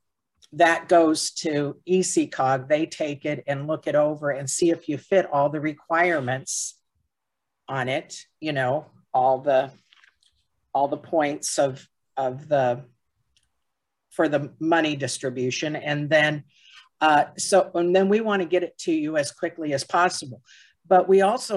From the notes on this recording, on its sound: University Heights City Council Meeting of August 9, 2022 was held on Zoom.